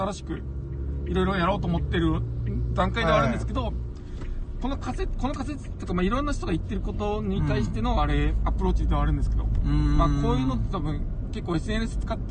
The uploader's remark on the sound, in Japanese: ダラダラドライブトーク。コラボ収録。